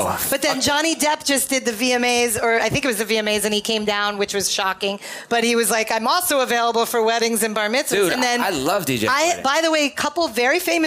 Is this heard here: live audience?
yes